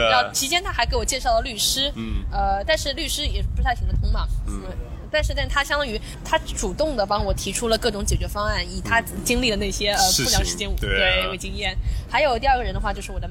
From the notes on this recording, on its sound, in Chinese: 户外录音，稍有杂音，多谢谅解